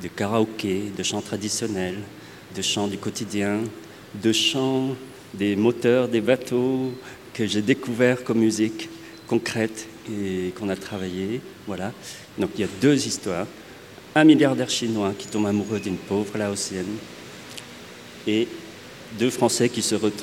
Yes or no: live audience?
yes